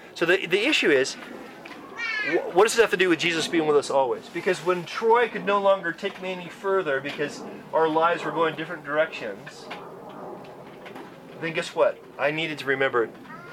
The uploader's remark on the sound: Church camp recording in the great outdoors!